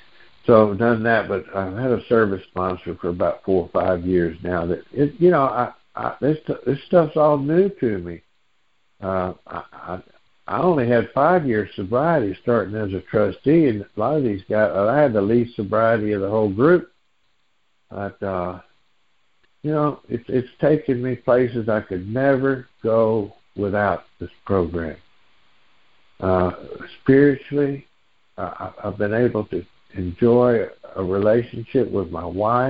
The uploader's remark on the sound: Noon Phone Meeting Speaker Series